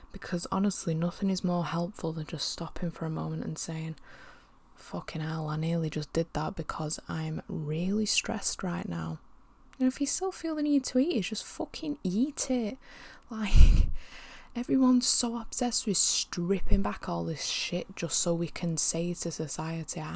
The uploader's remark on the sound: as she attempts to battle through Salford’s intense background noise